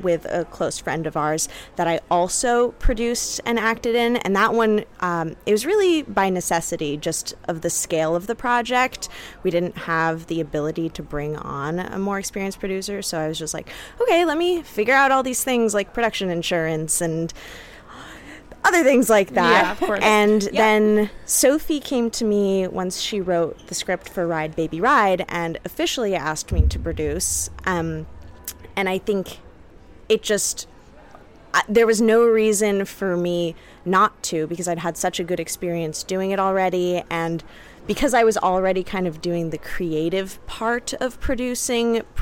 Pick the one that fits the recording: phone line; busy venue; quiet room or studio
busy venue